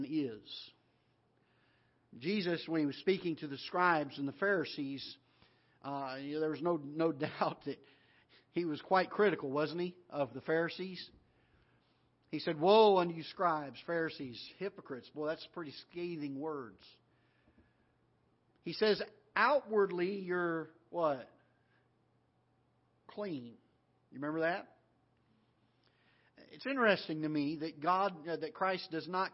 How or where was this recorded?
large echoing room